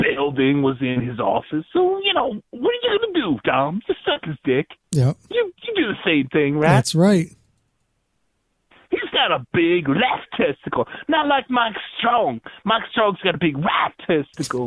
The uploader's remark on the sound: This was an unexpected call in from the infamous man himself. Our live broadcast of the Maximum Threshold Radio Show.